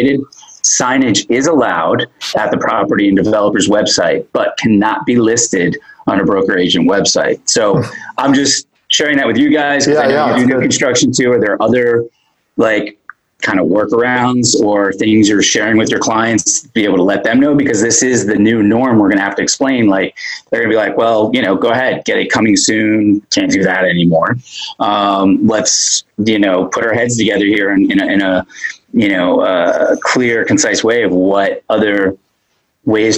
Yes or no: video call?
yes